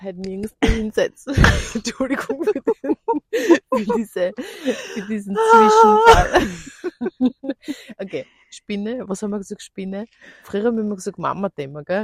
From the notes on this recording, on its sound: Late Night Walk & Talk.